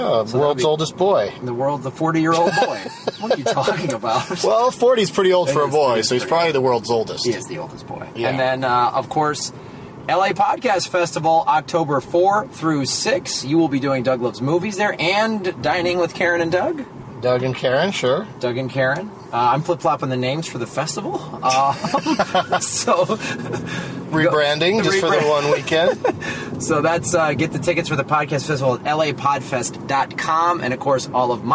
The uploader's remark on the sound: From a rental car in Oklahoma